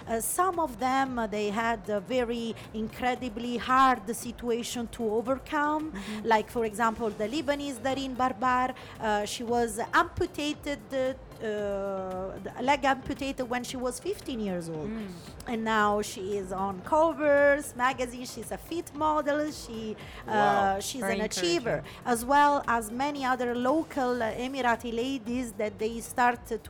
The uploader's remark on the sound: Live interview from SIBF 2022